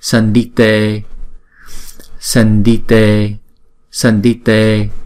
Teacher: Chữ D là chúng ta đọc bằng phần răng, để cái lưỡi gần cái răng chúng ta đọc.